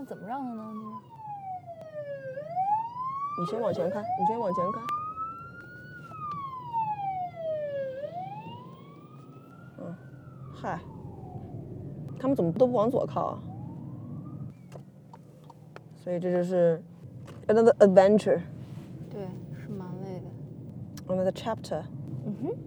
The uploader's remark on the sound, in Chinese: 喜提新居钥匙当天的车内录音。